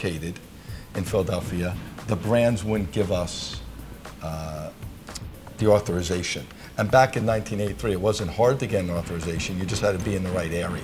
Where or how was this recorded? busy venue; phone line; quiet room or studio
busy venue